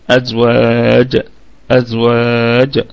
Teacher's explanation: أزواج، أزواج، الكلمة كلها مرققة، الهمزة محققة في البدء والوصل، وازاي نراعي فيها الرخاوة والصفير، والواو فيها مد طبيعي وصلا وهو عرض للسكون وقفا، والكلمة فيها 7 أوجه، 3 بالسكون و3 بالإشمام ووجه بالروم، ونراعي هتكون القلقلة قلقلة وسطى، أي في المرتبة الثانية من مراتب القلقلة، حال الوقف على الجيم، أزواج أزواج هكذا.